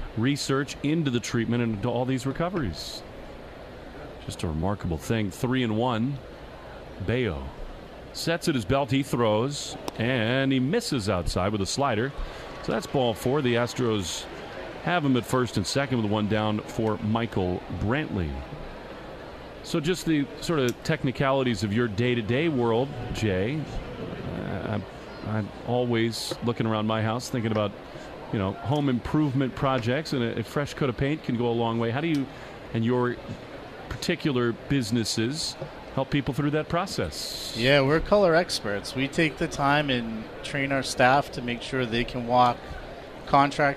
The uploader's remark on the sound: From the booth! Live from the WEEI Sox booth!